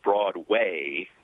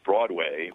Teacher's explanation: pronounce as Broadway, with the emphasis on the second syllable · Shown in: first take · as opposed to Broadway, which is the way I'm accustomed to hearing it, as if you're trying to make sure people don't confuse it with Broad Street or Broad Boulevard or something else.